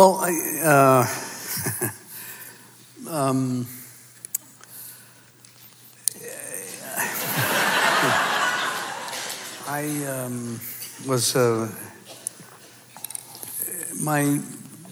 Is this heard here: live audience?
yes